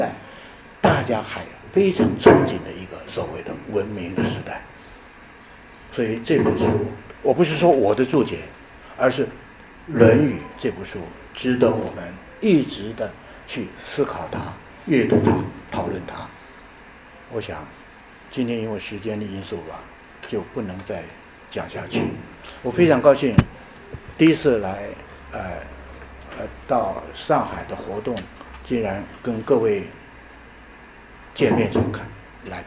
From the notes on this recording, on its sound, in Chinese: 本论坛是由 兴全基金与 复旦大学、中国科技大学、同济大学合作发起的 一项高端人文论坛。本系列音频是由“复兴论坛”系列讲座录音整理而成。